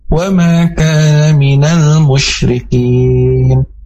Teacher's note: alif lam qomariyah, dan alif lamnya harus terdengar jelas dan dilangsungkan.